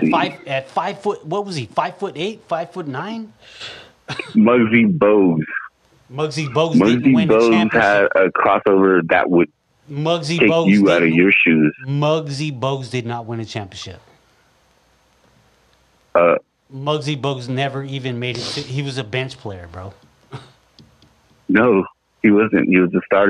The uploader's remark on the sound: phone call 2 Phoenix Arizona